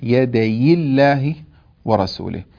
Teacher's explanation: فننتبه إلى كسر هذه الياء التي كسرت لالتقاء الساكنين